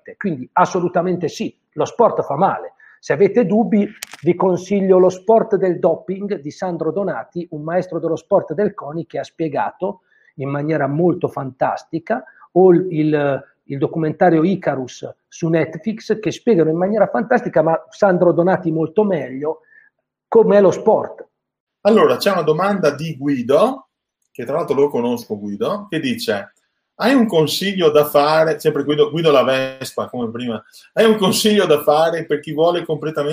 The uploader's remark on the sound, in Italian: audio pillole webinar